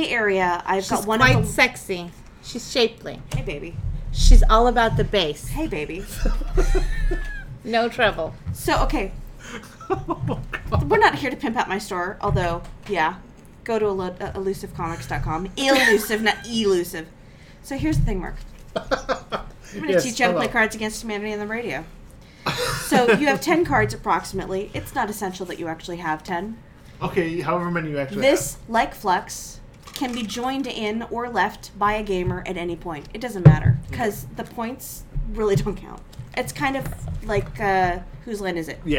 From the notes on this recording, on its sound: Squeaky bottles. Constant noise from touching the table supporting the microphone. Playing cards on the radio.